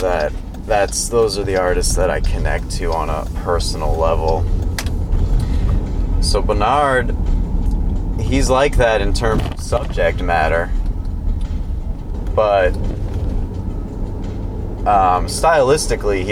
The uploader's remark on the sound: It's really nice out so I take the show on the road, driving up the North Shore of Massachusetts.